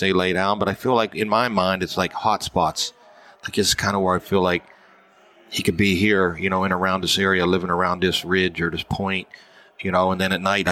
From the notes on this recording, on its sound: This weeks podcast was recorded at the Mobile Hunters Expo